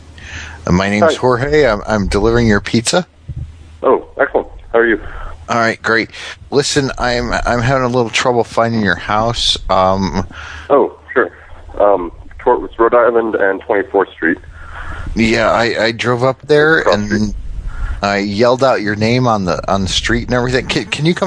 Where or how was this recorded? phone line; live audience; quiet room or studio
phone line